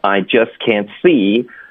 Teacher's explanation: just 结尾的 t 呢我们就省略了， we don't needit，一般就是就彻底的会省，就连一个干脆填的都不需要，然后会弱读这个 just